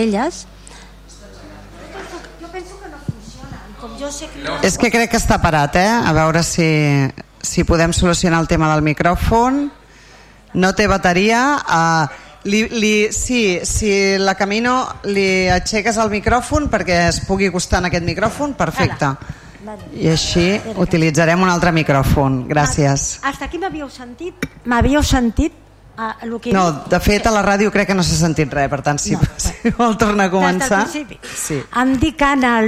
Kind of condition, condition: setting, large echoing room